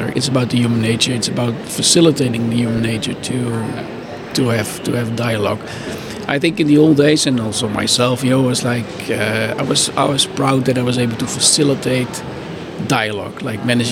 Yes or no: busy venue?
yes